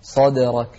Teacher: صدرك مع القلقلة في الدال